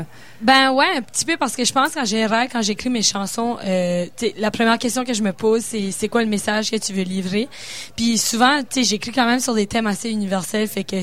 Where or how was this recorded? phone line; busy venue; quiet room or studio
busy venue